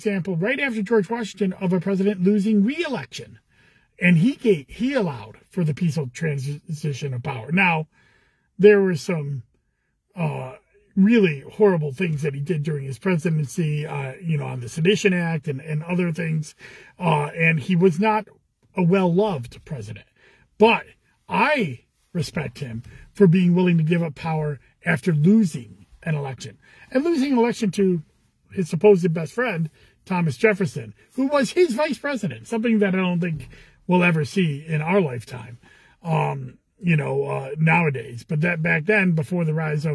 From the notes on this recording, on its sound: Commissioner in a Car